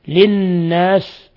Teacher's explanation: للناس نون مشددة تغن مقدار حركتين